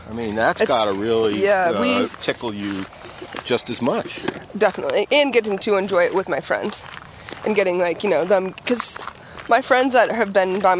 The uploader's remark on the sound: walk and talk in Burlington Massachusetts